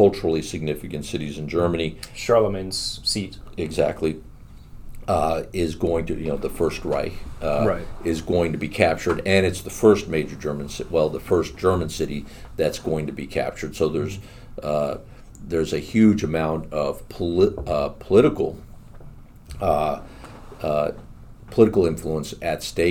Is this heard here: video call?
no